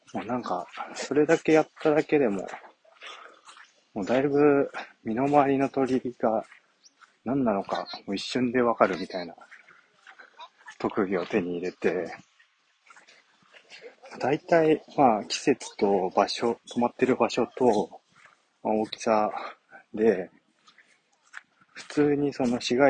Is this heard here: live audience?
no